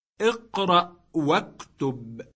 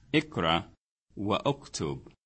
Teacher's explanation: This hamzatul wasl is pronounced only when the amr is not preceded by any word. If it is preceded by a word, the hamza is omitted in pronunciation, though it remains in writing. · Shown in: first take